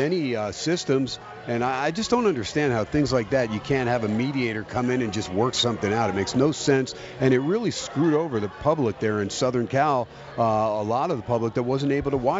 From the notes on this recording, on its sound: "Live" from Steiner's Pub in Las Vegas